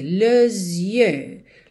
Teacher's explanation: Então, ó, le, e aí junta nesse S com som de Z